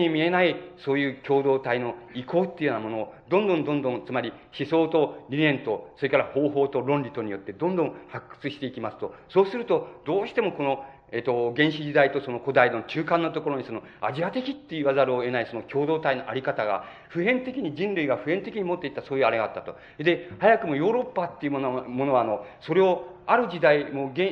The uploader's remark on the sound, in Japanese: 場所：北九州市小倉・毎日会館ホール。北九州小倉にある書店、金榮堂の 創立65周年記念として行われた。暑いなか450名がかけつけた。音源は主催者提供。かなりクリア。